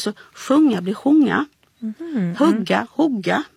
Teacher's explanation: Ja, alltså om vi tittar på nordsmåländska, och det finns på andra ställen också, så det är ett kort u-ljud ofta som ett o-ljud